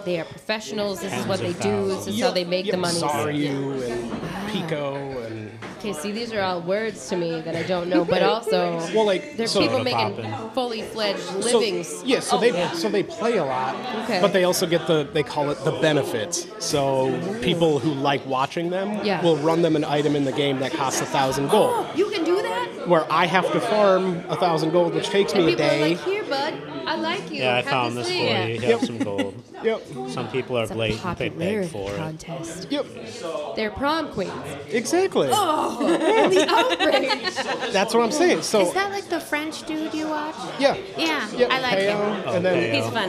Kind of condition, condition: setting, busy venue